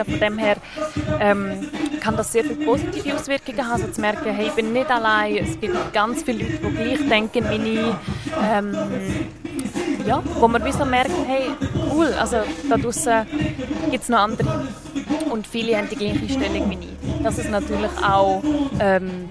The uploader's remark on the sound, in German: Radio X sendete live vom Sommercasino und der Padelhalle und übertrug Konzerte, Lesungen und Interviews.